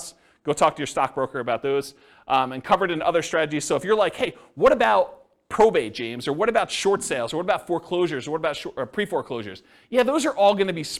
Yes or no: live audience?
yes